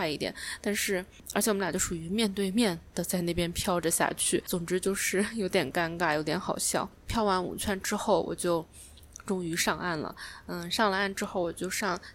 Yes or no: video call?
no